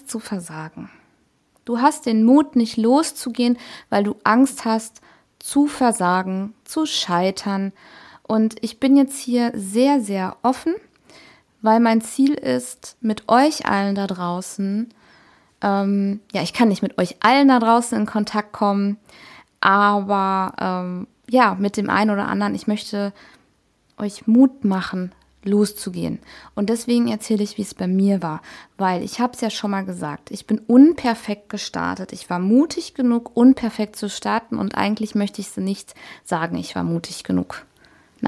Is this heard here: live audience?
no